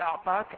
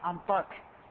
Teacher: لغة الاستنطاء، فيقولون في أعطاك أنطاك بقلب العين نونة · Shown in: second take